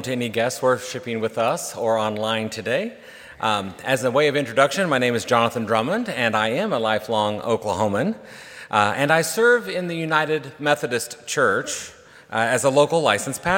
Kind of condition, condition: setting, large echoing room